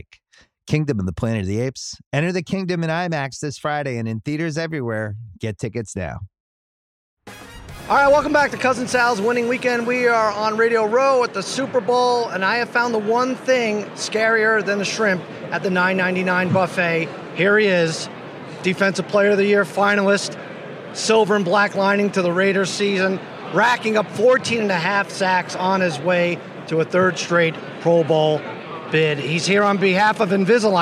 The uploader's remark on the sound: Live From Radio Row